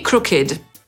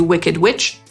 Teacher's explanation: I mimo, że pisownia na to nie wskazuje, też czytamy tę końcówkę jako id.